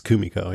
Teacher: I think it's Kumiko, with the emphasis on the first syllable.